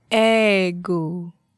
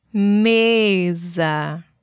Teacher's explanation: The word ego, which means ego, has an open sound, and the word mesa, which means table, has a closed sound.